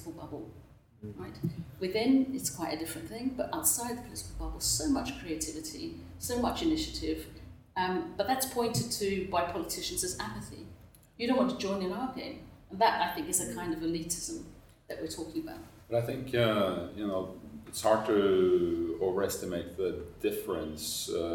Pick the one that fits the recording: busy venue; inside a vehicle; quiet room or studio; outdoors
busy venue